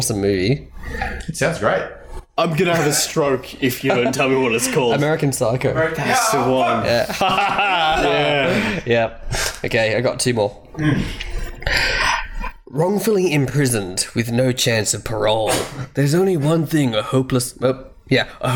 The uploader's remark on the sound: Apologies, and we've made sure episode 5 will sound like creamy goodness flowing into your ears. Didn't get the audio right on this one.